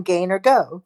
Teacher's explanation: The sound of a hard G is usually the voiced velar plosive g, as in gain or go.